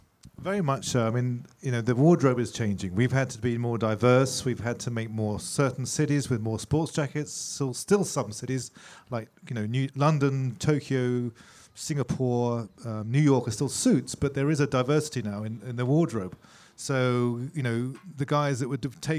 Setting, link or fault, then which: setting, busy venue